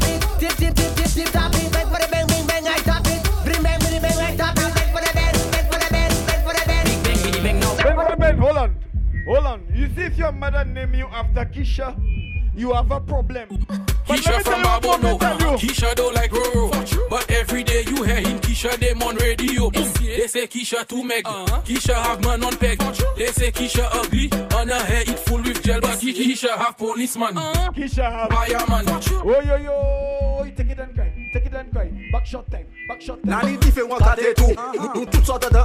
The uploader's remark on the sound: LIVE AUDIO FROM PRIVASEA PRESENTED BY UMYX